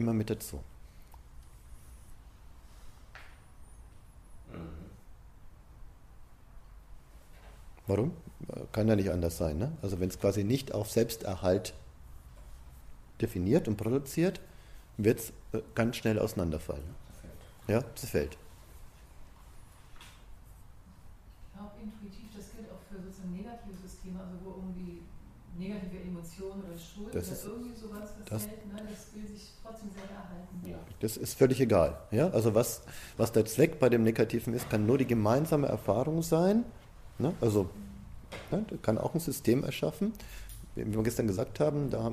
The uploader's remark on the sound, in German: Mitschnitt aus einem Seminar